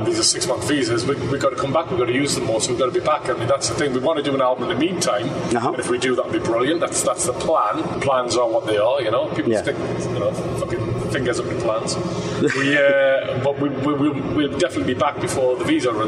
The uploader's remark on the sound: We travelled up to San Antonio for a show over 30 years in the making. Before the show, we were invited on the bus.